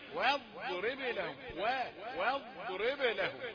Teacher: وتعديش صفة القلقلة. والضاد ليست بقلقلة. والواو مش مفخمة.